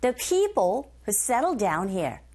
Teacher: 이때 포인트는 settled 하셔도 되지만 settled, settled, to 사운드 자체가 R 소리에 가깝게 들려지게 되고 settled의 do, down의 do, 겹자음이죠. 이런 경우 첫 번째 자음 소리 탈락. 그래서 발음하기 편하게 settle down here 이렇게 하시면 돼요.